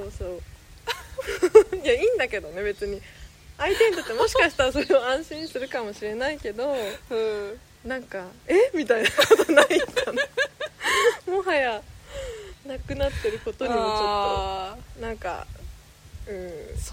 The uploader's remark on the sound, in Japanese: 今回はお庭収録です。